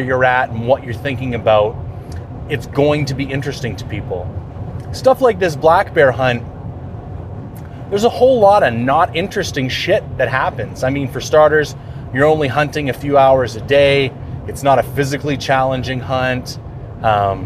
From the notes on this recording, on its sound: For those unfamiliar with this style of podcast, I bring an audio recorder with me on my hunt and do my best to break it out a few times a day and tell the story of the hunt in audio format as things unfold in real-time. On this particular episode I find myself up north in the Prince George region hunting bears.